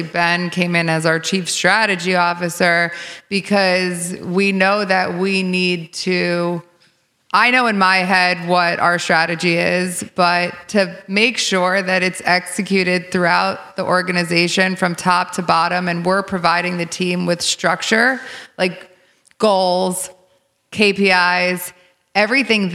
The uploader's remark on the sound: LIVE Recording